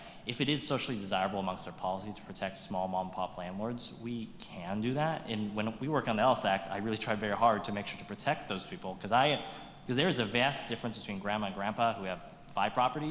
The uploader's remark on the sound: This Special Episode was recorded Thursday, March 9, 2023 at Capitol Weekly's Conference on Housing, which was held live in Sacramento at the California Endowment Conference Center.